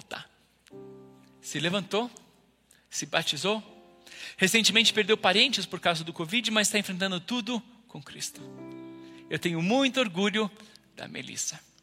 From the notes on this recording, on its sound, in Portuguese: IBMorumbi Culto Ao Vivo.